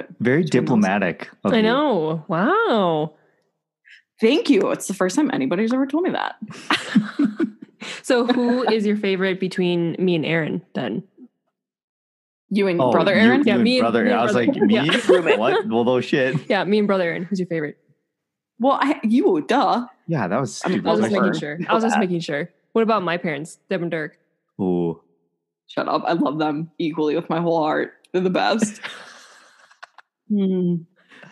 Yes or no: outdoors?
no